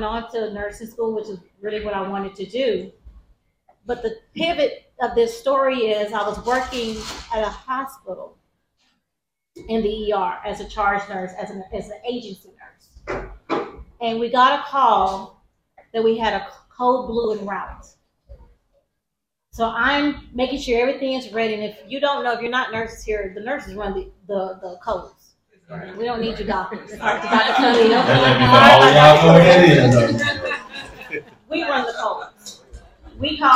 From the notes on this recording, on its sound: Live coverage of the CBC Networking Mixer. Listen in on some of the panel discussions from several successful business owners.